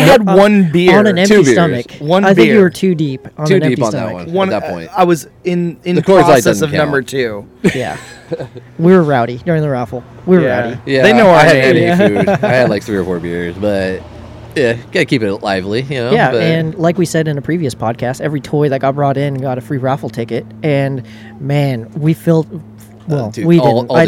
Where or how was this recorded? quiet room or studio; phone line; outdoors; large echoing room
outdoors